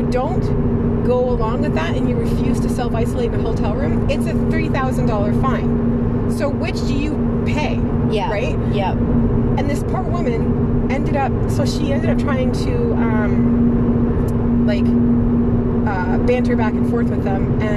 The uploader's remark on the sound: during a drive in the car